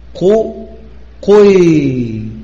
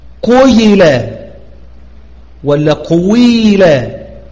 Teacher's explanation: فبدلا من أن تقول قيل لا أقول قيل قيل، فابدأ بصوت الضمة أو ببعض الضمة، ثم مكن بعد ذلك الكسرة لياء المد · Shown in: first take · Term: إشمام الكسرة ضما